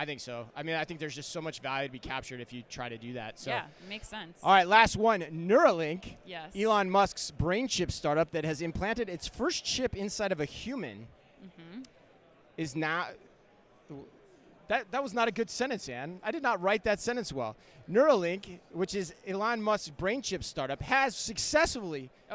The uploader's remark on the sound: Live from Manifest.